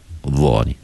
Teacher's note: Hujung lidah ke kaki gigi atas kita. Hujung lidah dekat kepala gigi kaki atas. Kena keluar sikit betul. · Term: makhraj